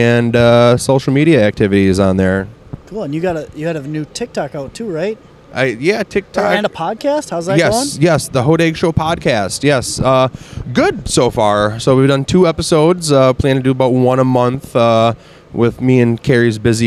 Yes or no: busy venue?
yes